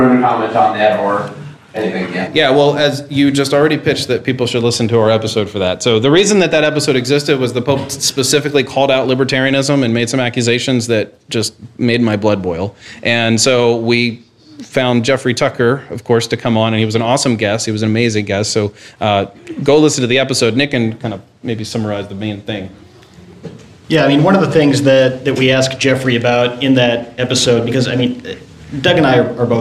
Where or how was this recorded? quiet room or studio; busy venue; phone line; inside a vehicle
busy venue